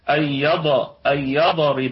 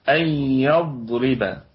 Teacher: يضرب نراعي فيها صفة الاستطالة، وهي صفة يتدخل اللسان فيها بالكامل بأكمله حال الوقوف عليها · Shown in: second take